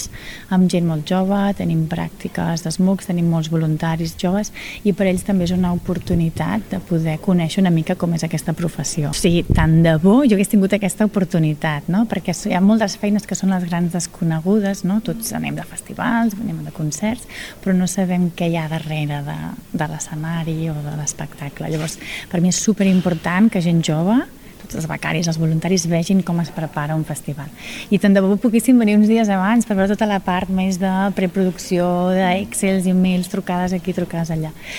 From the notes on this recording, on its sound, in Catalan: Un dia al Festival Fringe de Torroella. A Ràdio Capital ens hem infiltrat en el festival durant un dia i hem parlat amb alguns dels seus protagonistes.